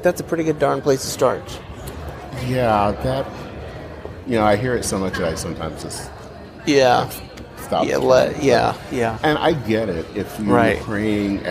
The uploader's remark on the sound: In this special episode recorded live from the General Assembly of the Christian Church (Disciples of Christ).